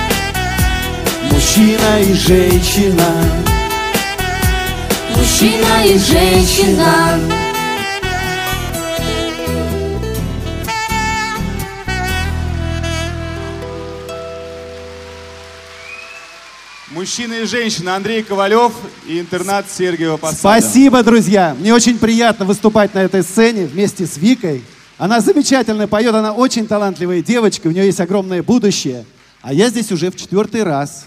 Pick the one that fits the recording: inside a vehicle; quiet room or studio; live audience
live audience